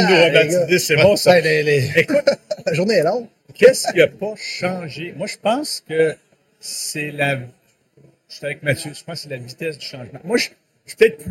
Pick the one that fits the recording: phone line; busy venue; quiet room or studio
busy venue